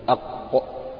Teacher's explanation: أصل اللسان عند اللهاء تلامس مع الحنك الأعلى، الجزء الأعلى من الفم عند اللهاء، والهواء الخارج من الجوف اصطدم بهذا الموضع الذي فيه التلامس هذا فنشأ عنه حرف القاف، فتقول أق.